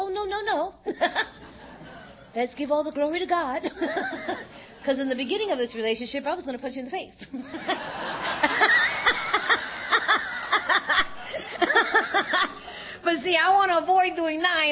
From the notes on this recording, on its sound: At the 2023 Fellowship of the Spirit Conference.